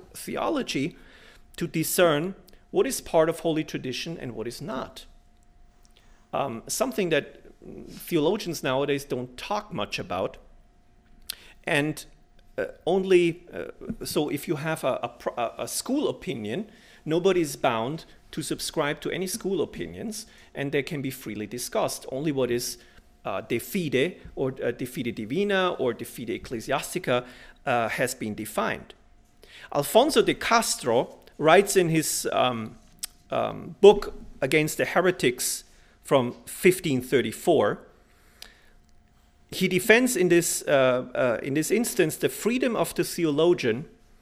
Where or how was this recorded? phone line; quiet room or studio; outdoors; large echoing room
large echoing room